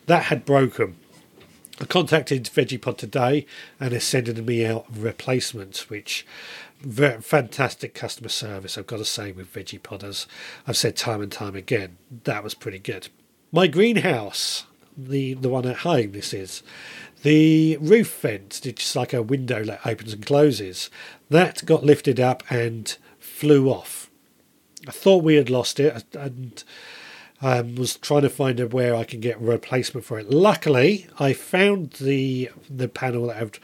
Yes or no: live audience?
no